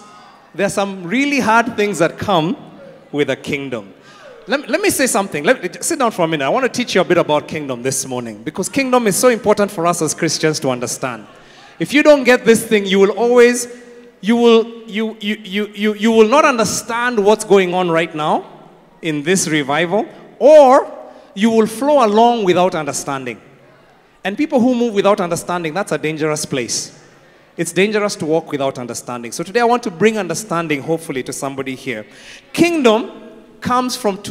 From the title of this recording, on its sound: Preached at Worship Harvest Camp, Kampala